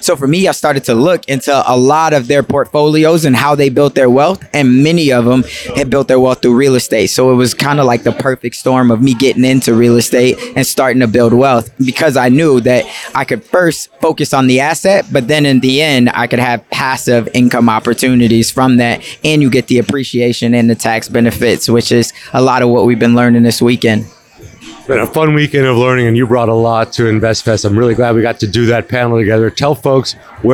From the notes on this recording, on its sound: Live from Invest Fest 2023. The Express is live and direct from Invest Fest 2023, the flagship event from Earn Your Leisure, as 20,000 attendees flock to Atlanta.